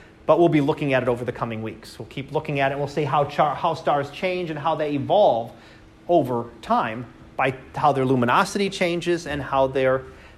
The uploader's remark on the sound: Live Class Lecture